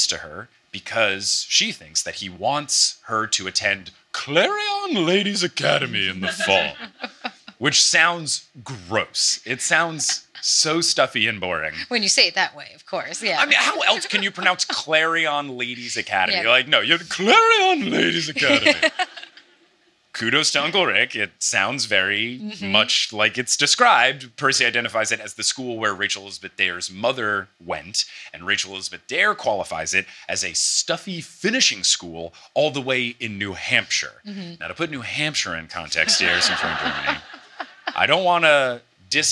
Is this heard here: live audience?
yes